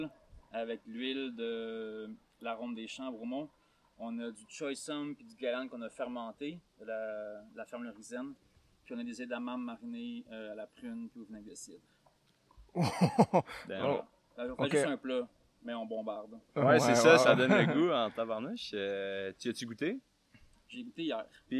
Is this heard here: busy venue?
yes